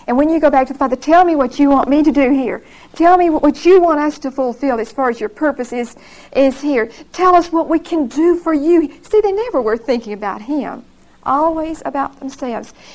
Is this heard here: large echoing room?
yes